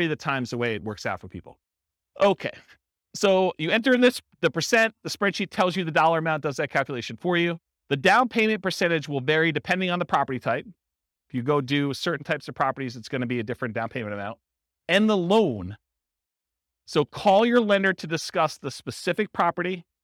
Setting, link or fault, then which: setting, live audience